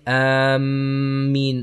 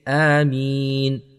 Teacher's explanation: the meem should not have a shadda on it · Shown in: second take · We do not say Ameen.